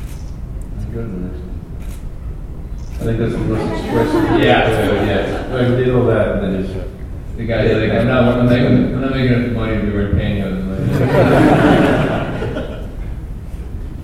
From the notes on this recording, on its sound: In this special episode from San Diego Comic-Con, the guys attended the Star Wars: The Old Republic Story panel at the Westin Hotel. The audio quality isn't too terrible.